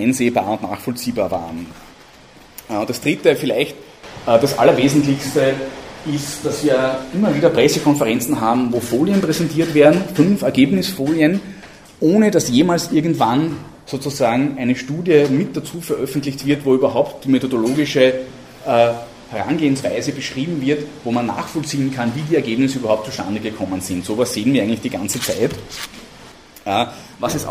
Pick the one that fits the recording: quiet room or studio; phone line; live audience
live audience